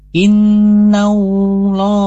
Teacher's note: lafaz Allah bertemu atau sebelumnya ada harokat fathah, maka dia dibacanya tebal. Dan kebanyakan tebal ketika membaca lafaz Allah seperti innallah ya. · Term: tafhim